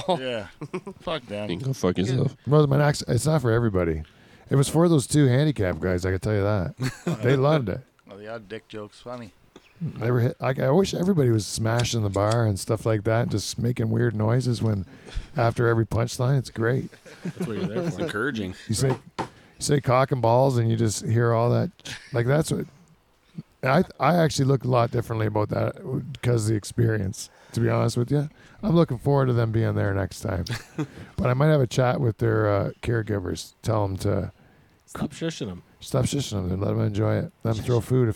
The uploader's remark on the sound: The Dutch Hall turns into a Dutch oven in this hot addition of Live From the Dutch Hall.